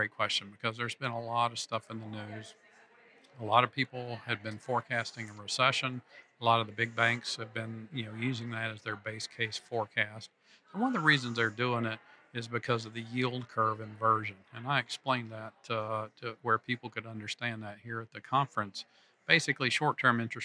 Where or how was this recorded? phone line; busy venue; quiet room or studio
busy venue